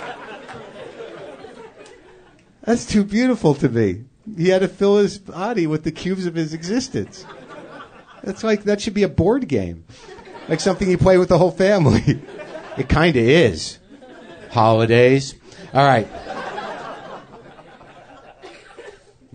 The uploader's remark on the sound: Another month, another live show from the UCB Theatre in Los Angeles.